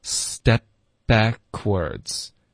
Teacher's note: p 的音呢我们的嘴唇就合上，然后不要爆破， step 结尾嘴唇合上的时候就会导致一个停顿，然后因为你合上嘴唇呢，你就很容易连发到 back,因为 b 的音也就是要你的嘴唇先合上，对吧，所以它就变成 step backwards,这一段大家要注意合上嘴唇，嗯，导致停顿，再爆一个 back,整个句子就是 it's like taking a step backwards,哎，有这个关键点啊， it's like taking a step backwards.